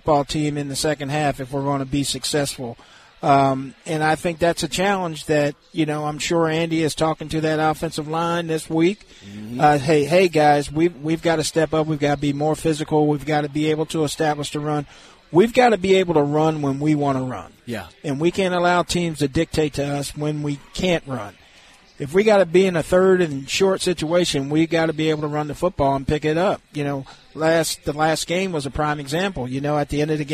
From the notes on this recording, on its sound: LIVE from Hollywood Casino!